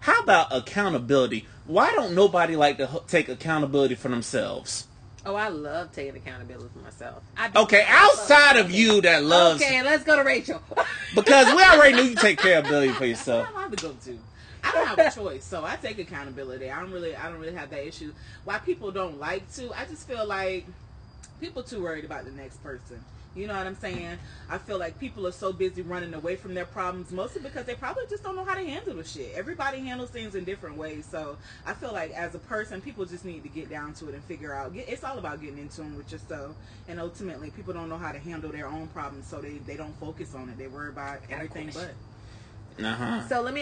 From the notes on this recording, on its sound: we are live on location and having a round table discussion while sipping on wine and vodka.